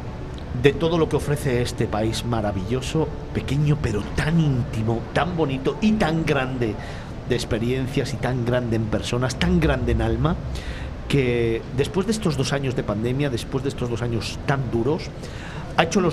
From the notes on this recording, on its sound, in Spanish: Desde la feria internacional de turismo del IFEMA de Madrid, FITUR2022, grabamos este especial FITUR.